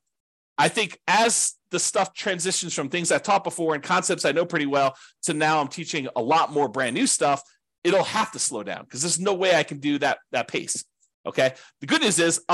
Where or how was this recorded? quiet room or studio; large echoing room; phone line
quiet room or studio